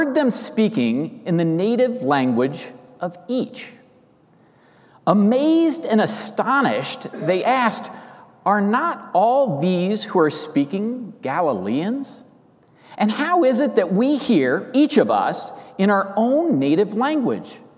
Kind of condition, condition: setting, large echoing room